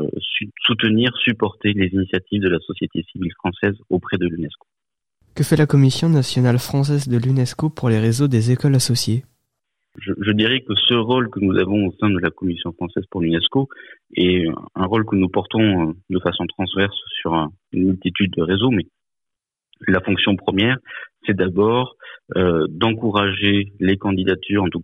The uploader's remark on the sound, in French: Notre partenaire Eco Radio, du collège français Vincent Van Gogh de Blénod-lès-Pont-à-Mousson, qui fait partie du réseau, s’est entretenu récemment par téléphone.